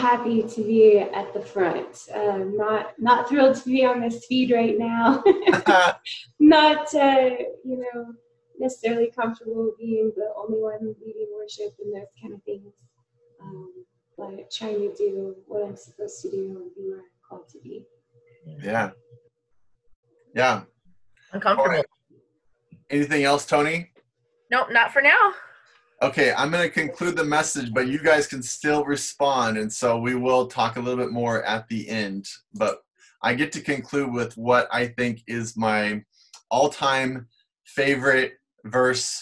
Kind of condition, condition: link, video call